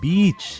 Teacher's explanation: i um pouco mais alongado do que o nosso i em português